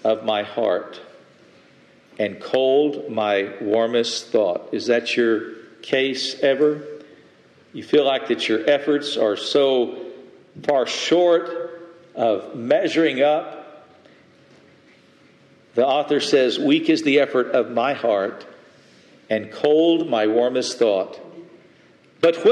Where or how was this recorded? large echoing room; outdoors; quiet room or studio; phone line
large echoing room